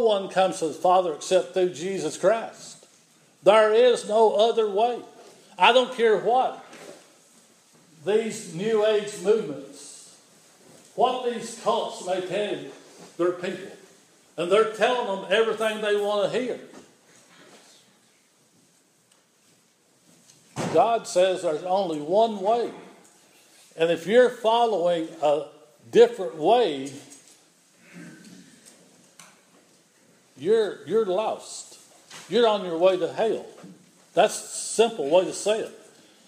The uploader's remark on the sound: This is an audio recording of the Sunday service at Persia United Methodist Church in Rogersville, TN